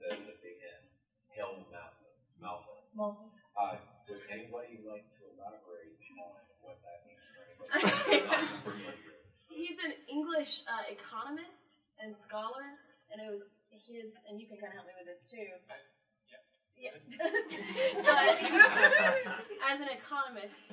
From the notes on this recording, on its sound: Join us for our first live (at the time) recording of “Sharing the Experience”! The cast of “Urinetown (The Musical)” in their talk-back with the audience after a show.